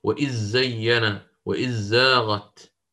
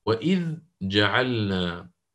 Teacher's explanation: مذهب الإمام الكسائي أن يأتي بالإدغام في الذال من إذ فيما بعدها، إلا أنه أظهر مع حرف واحد فقط وهو حرف الجيم